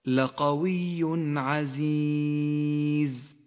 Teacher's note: حرف العين حرف إظهار، جاء قبله التنوين، يظهر التنوين من غير غنة أو تشديد · Term: الإظهار